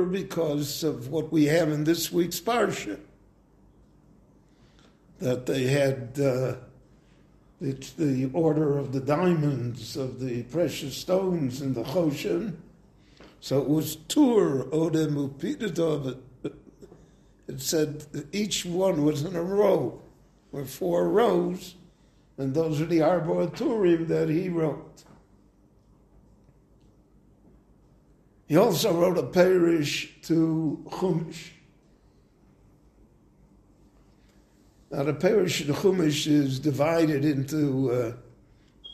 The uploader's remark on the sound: This class was recorded live at Beit Knesset HaNassi in Jerusalem.